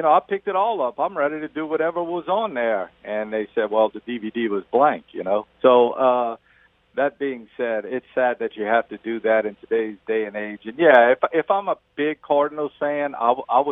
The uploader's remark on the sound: On the phones